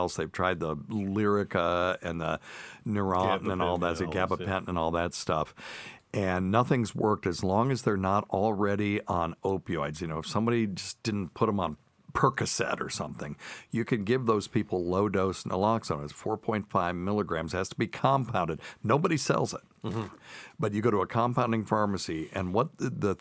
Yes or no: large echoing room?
no